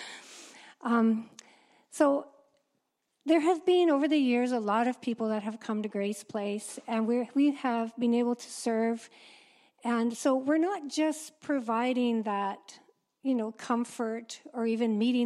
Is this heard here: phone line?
no